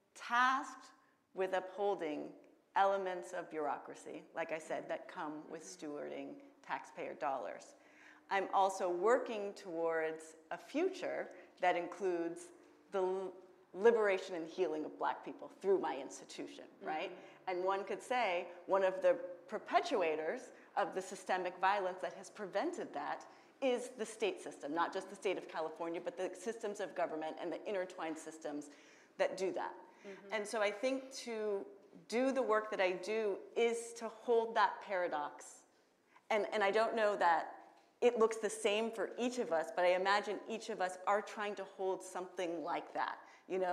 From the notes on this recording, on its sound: This Zócalo/Helms Bakery District event was streamed live from Helms Design Center.